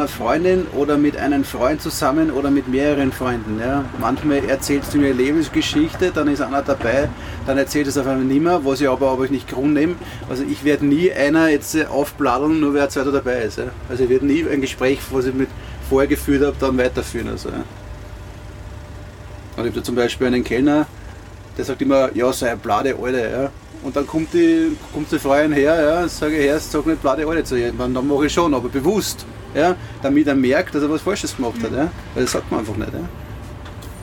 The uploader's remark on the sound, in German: live vom Würstelstand „Zum scharfen René“ am Schwarzenbergplatz im ersten Bezirk in Wien